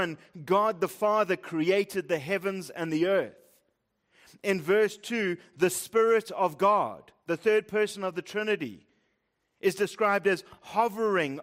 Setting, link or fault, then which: setting, large echoing room